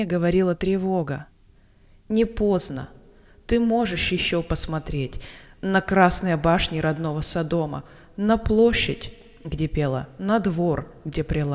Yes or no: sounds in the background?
no